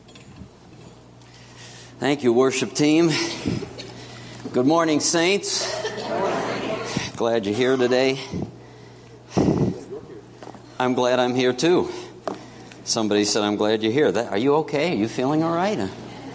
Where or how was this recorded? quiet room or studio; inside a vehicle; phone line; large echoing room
large echoing room